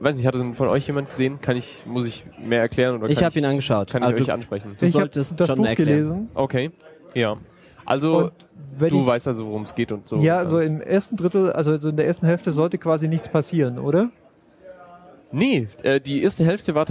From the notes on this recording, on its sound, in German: dieser auf dem 30C3 aufgezeichneten Sendung